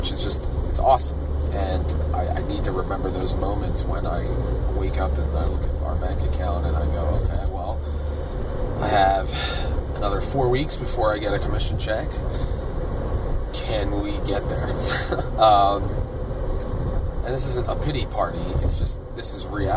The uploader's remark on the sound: I spend a lot of time in the car (as usual) driving to my various income-generating endeavors.